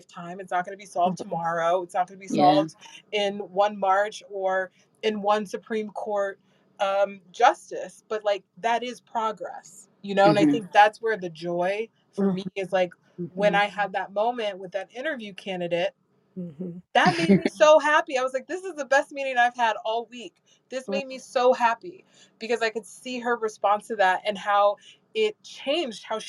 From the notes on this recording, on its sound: We took the show on the virtual road and recorded a super fun episode on Clubhouse